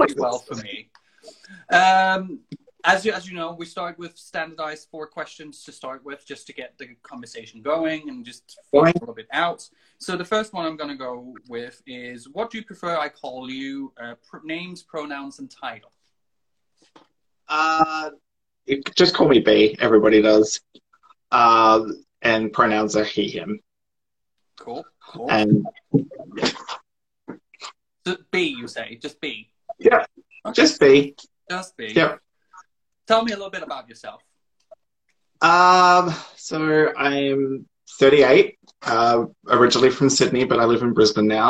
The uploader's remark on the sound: Recorded on 15 August 2020 on Instagram Live